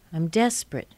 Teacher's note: The second E is missing. Two syllables there, not three.